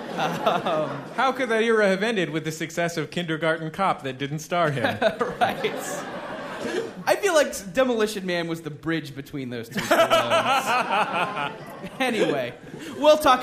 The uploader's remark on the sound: Taped live at SF Sketchfest.